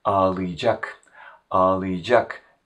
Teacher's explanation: However, in daily conversations, we pronounce this as ağlayacak, ağlayacak, as if the a sound at the end of the verb stem changes to ı